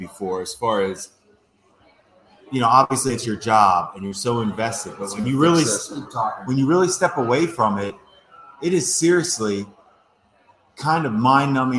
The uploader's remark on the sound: I discuss live at Fattey Beer Company in Hamburg